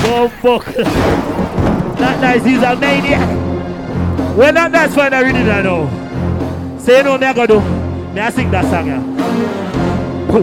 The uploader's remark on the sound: BRUNCH AT BREW'D [LIVE AUDIO]